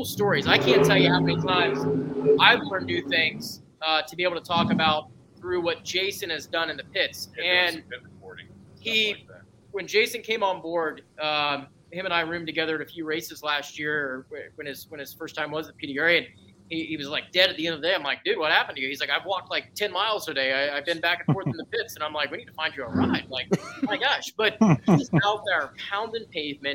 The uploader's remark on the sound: East Coast Nationals Live from Galot Motorsports Park